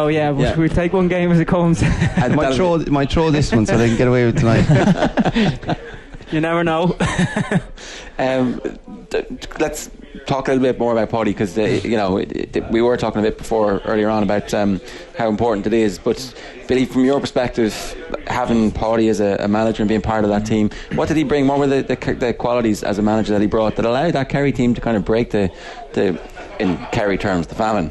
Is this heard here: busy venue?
yes